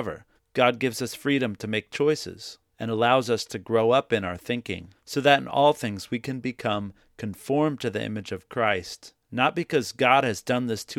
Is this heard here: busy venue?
no